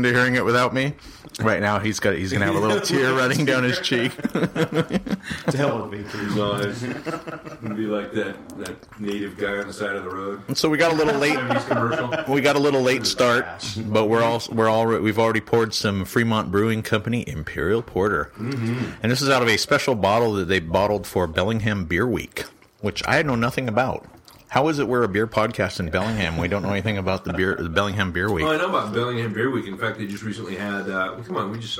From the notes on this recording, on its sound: The first half of this episode contains some unfortunate audio glitches that cause an echo on some of the participants mics. The problem goes away halfway through the episode.